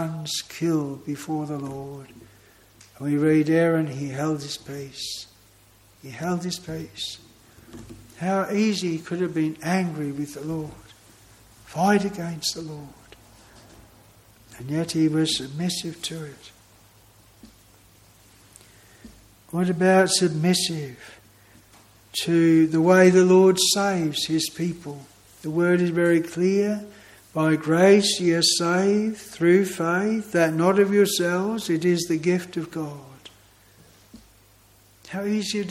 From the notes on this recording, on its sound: This sermon was preached at Broad Oak Chapel, Heathfield.